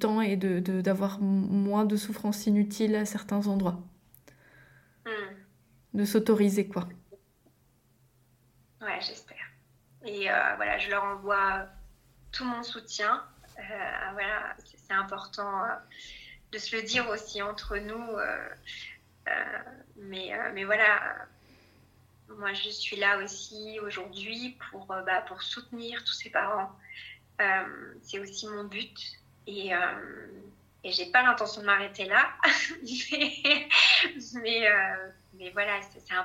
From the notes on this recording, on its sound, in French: J'ai eu le bonheur de partager un live Instagram